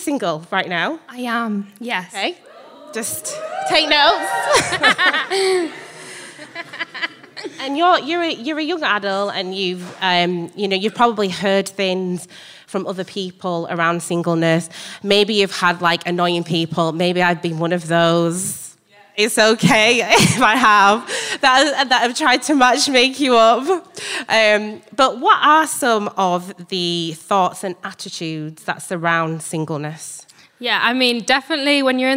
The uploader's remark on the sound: Live from the Hub